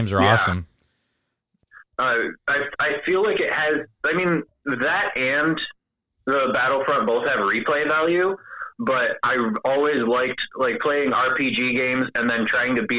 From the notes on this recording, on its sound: Some amazing guests call in this week